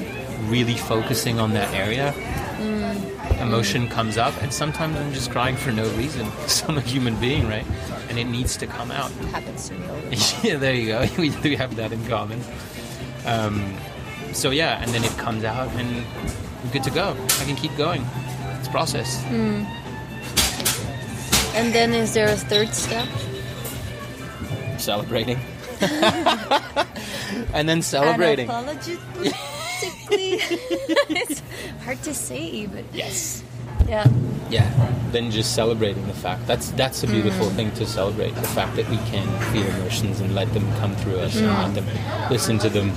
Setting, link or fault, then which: fault, wind noise